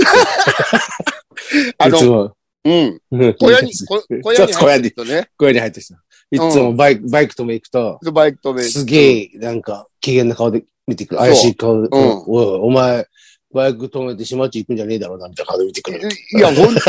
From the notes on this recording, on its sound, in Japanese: ZOOMで収録